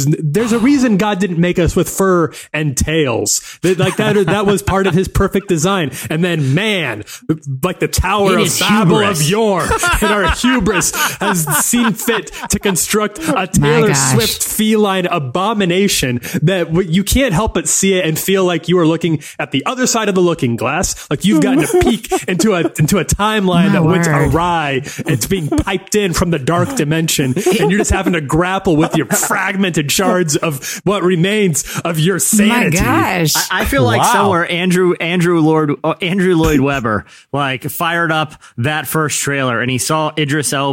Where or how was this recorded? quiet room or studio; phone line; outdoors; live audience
quiet room or studio